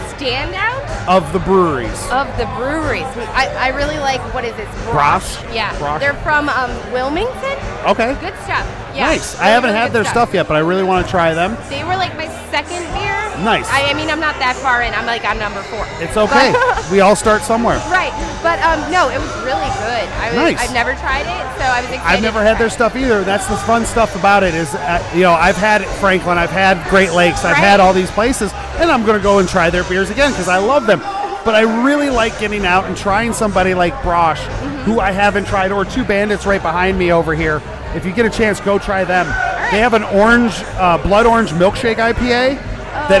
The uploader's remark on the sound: I report live from Brewfest Waterfront District in Lorain, Ohio. Hear from people enjoying themselves at Brewfest.